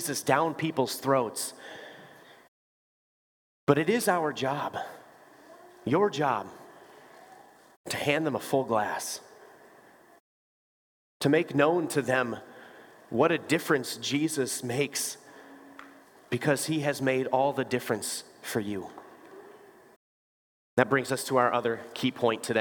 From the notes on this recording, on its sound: Bethany, Appleton, WI. Preached this sermon at Bethany's Sunday worship on September 3, 2023.